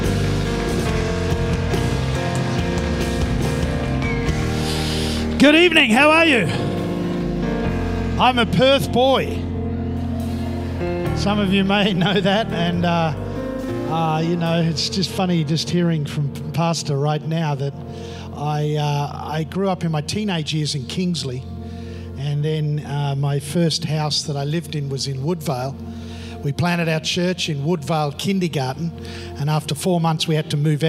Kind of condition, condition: setting, large echoing room